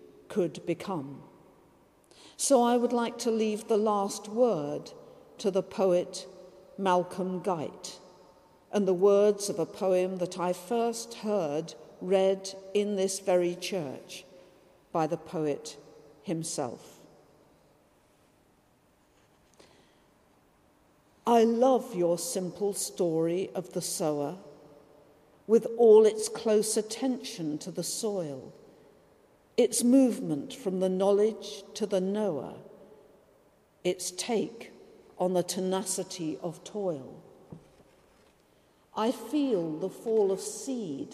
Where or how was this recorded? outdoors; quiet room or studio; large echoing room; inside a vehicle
large echoing room